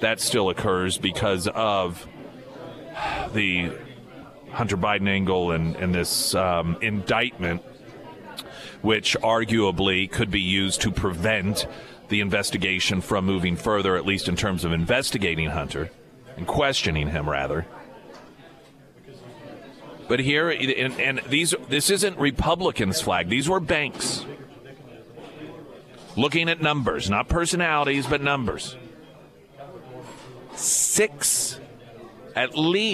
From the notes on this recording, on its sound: live at Scramblers Diner for the Friday Road Show